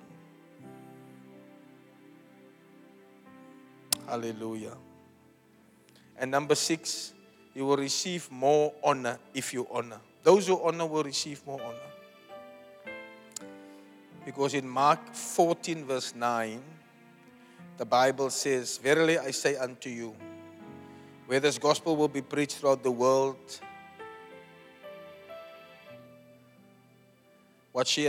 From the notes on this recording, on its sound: Preached at Zion Sanctuary, Cape Town on the 23 of July 2023